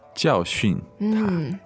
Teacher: so 教训, that's two-fourth tones · Term: 第四声